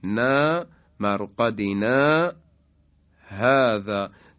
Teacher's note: خب مورد دوم در سوره مبارکه یاسین آیه 52 هست که کلمه مرقدنا هذا، این مرقدنا رو میگیم، حرف آخر رو وقتی گفتیم و دو حرکت کشیدیم نا مرقدنا هذا، به اندازه تقریبا دو حرکت اینجا مکس میکنیم، سکت ایجاد میشه